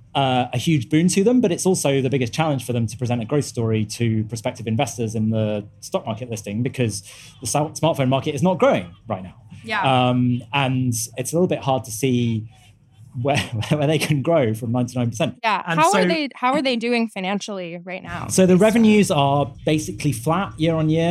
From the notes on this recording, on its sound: live from the FT Weekend Festival in London